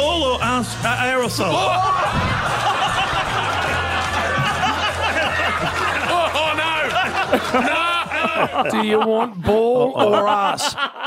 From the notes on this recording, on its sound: we were live at the Pink Hill Hotel